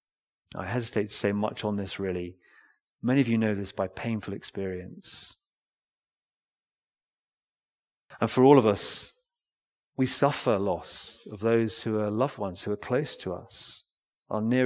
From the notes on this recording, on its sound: Recorded Live stream Sermon from Binscombe Church (BWS) 31st December 2023